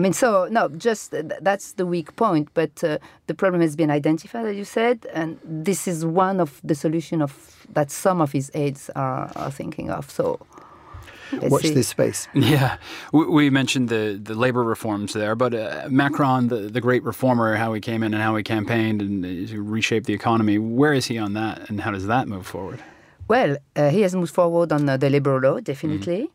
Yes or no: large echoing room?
no